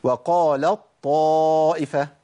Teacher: التاء عندي بتذهب بالكليه وتفضل بطاء · Term: إضغام متجانسين